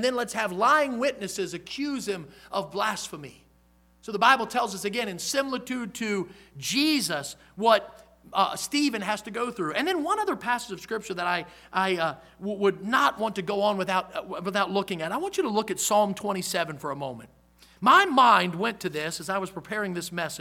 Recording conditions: large echoing room